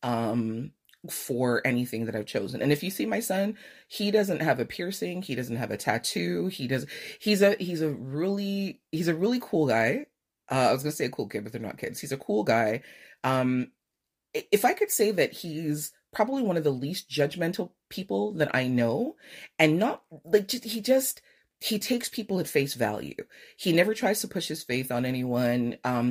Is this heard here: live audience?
no